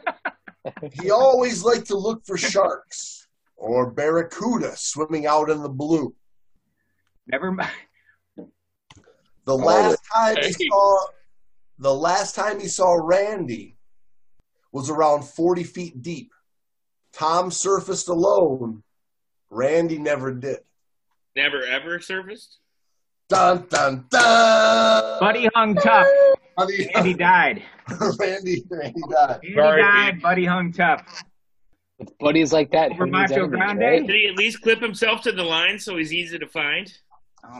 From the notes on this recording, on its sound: The friends and fans that joined us for this Zoom party. We had a lot of fun recording this with you all.